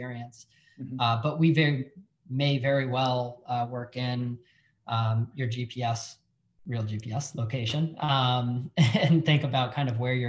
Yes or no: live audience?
no